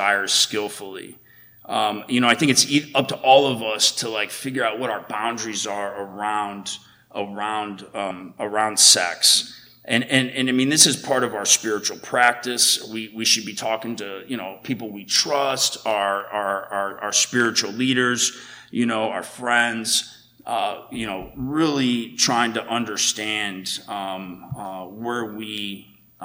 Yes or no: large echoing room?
yes